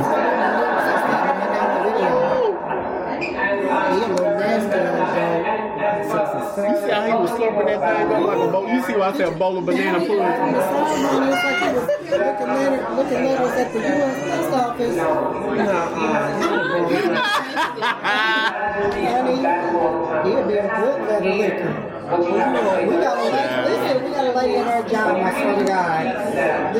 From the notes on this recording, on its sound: Live In Broadripple. As we record our first live audience taping and pop off my annual Fall Party/Wine Tasting event.